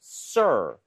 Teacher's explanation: r 발음할 때 sir 혀의 코어가 뒤쪽으로 당겨져요.